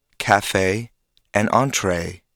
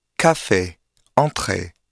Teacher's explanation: Can you hear how the final vowel is drawn out into two different sounds? · Shown in: first take · In French, however, each vowel is pronounced with a single pure sound. · Term: diphthongs